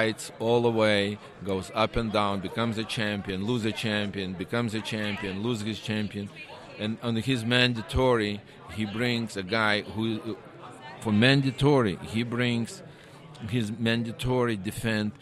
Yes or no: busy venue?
yes